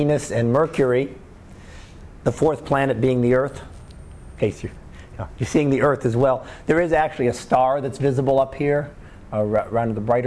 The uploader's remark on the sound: Live Class Lecture 2013 Jun 13